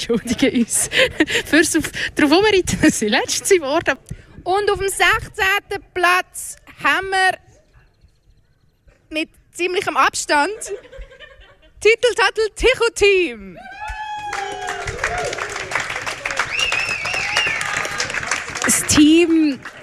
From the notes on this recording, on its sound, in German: Bereits zum vierten Mal war das Kraftfeld in Winterthur Veranstaltungsort des legänderen Tichu-WM-EM-Olympiaden Turnier. Radio Stadtfilter war live vor Ort und kommentierte die spektakulären Spiele live und führte mit einigen Teams emotionale und sportliche Interviews.